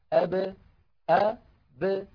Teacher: يعني قلنا بأن العرب بدل أن يقولوا أب إذا سكنت الباء يقولون أب أ ب، فيخرجون الباء بالتباعد بين الشفتين لا بالتصادم بينهما، دون أن يصاحب ذلك انفتاح للفم، لأنه لو صاحبه انفتاح لانفتحت الباء باء، ودون أن يصاحب ذلك انضمام للشفتين، لأنه لو صاحب ذلك انضمام للشفتين لانضمت الباء بو، ودون أن يصاحب ذلك انخفاض للفك السفلي، لأنه لو صاحب ذلك انخفاض للفك السفلي لانكسرت الباء بي. · Term: القلقلة